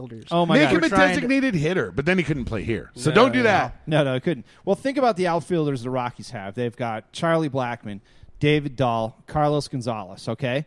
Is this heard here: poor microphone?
no